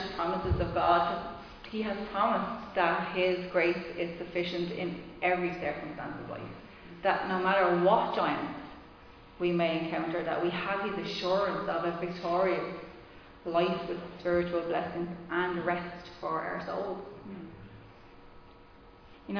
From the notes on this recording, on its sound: Recorded live in Liberty Church on 29 August 2021